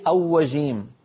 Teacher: حرف الراء لا علاقة له بالشفتين، إن استعملنا الشفتين في الراء خرج معنا أوجيم، صار الصوت أقرب إلى حرف الواو